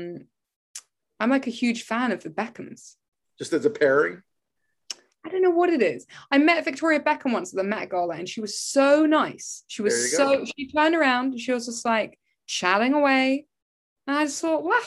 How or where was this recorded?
video call